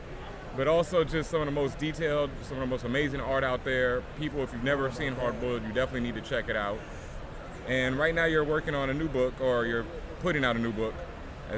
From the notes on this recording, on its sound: live at New York Comic Con 2013